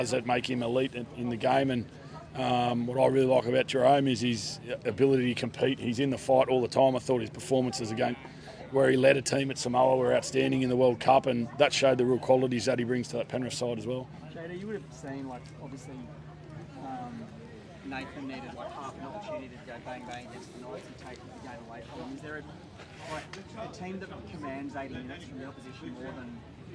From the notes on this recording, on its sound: This mornings interviews live from the Rabbitohs Centre, Maroubra.